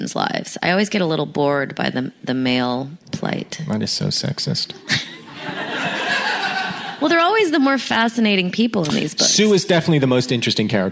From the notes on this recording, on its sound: A special live reading of Jude at Sketchfest in San Francisco.